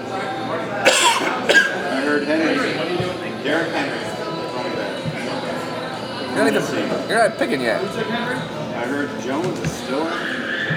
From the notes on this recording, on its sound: live on location from Buffalo Wild Wings